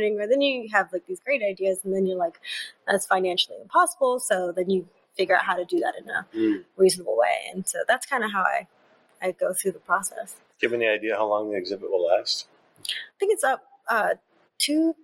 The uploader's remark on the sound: Live from The Smithsonian Museum of Natural History